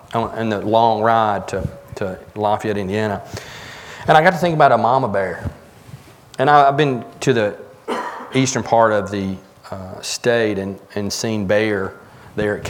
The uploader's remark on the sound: Join us from the pulpit of Beaver Baptist Church in Brighton Tn.